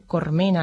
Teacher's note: sustitución de fricativas y sustitución de L inversa por R. Por ejemplo, dicen cormena en vez de decir colmena.